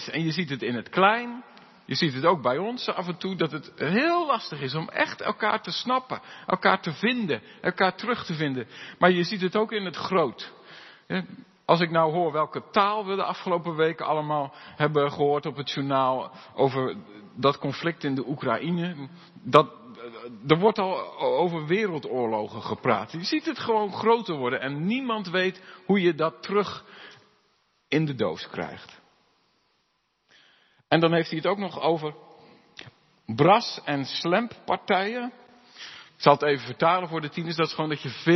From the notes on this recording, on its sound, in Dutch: De preek is op 1 mei opgenomen in de De Hoeksteen in Haren